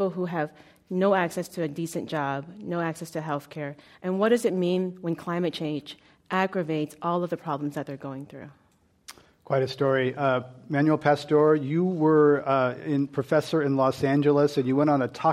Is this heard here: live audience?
yes